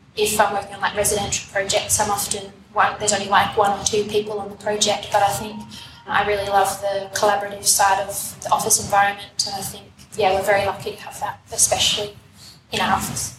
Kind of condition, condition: setting, live audience